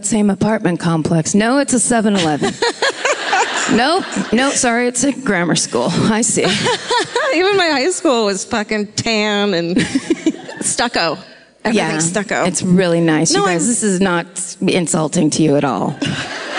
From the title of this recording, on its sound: Live at The Grove in Anaheim